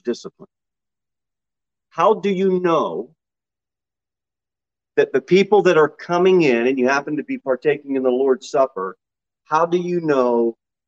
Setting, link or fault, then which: setting, large echoing room